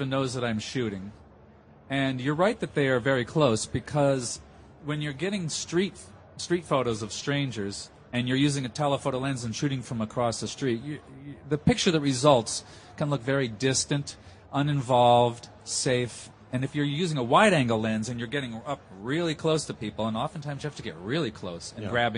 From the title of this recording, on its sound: Macworld Podcast Live from Expo